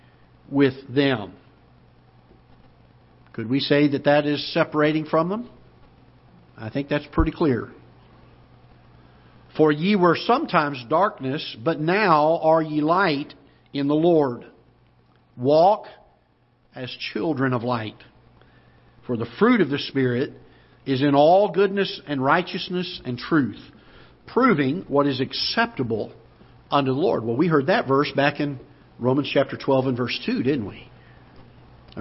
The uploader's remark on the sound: Ketha Heights Baptist Church ~ Live Broadcast